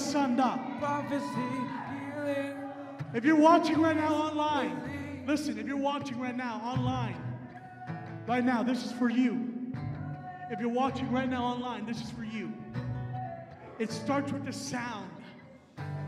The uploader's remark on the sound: Recorded Live at Emerging Streams Apostolic Hub in Stryker, Ohio